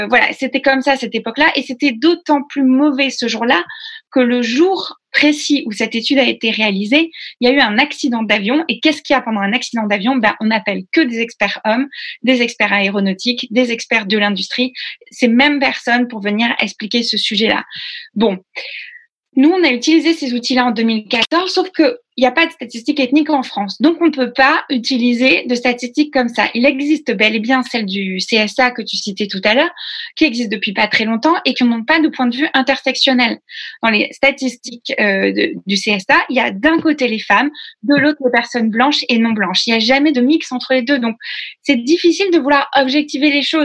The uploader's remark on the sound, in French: Sur Zoom pour un enregistrement en public.